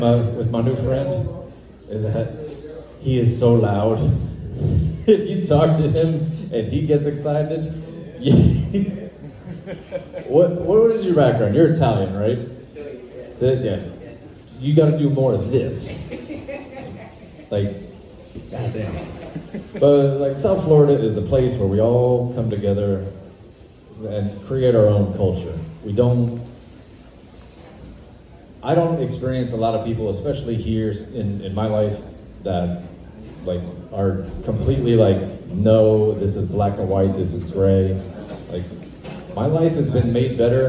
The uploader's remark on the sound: We bring you the live entertainment from an open mic at Leaves and Roots-Ft. Lauderdale, FL.